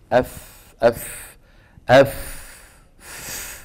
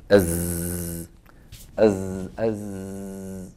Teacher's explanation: هذه الزاي ما فيها هواء كالفاء وأيضا فيها إيه؟ اهتزاز · Shown in: second take